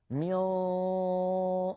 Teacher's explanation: أنا نطقت ميم مكسورة مي، ثم هيأت فمي على مخرج الصاد، والصاد وهي من حروف الصفير كما نعلم صوتها يخرج من بين الثنايا العليا والسفلى، أو كما قال الجزري من فوق الثنايا السفلى.